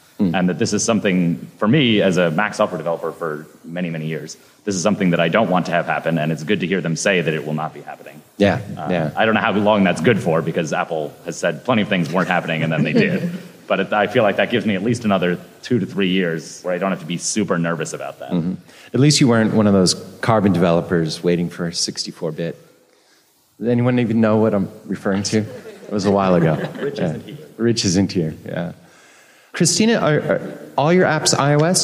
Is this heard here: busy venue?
yes